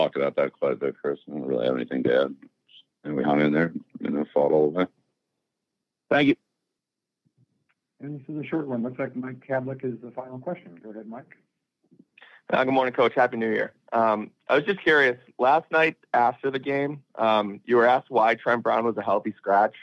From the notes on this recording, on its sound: addresses the media during his conference call on Monday, January 1, 2024.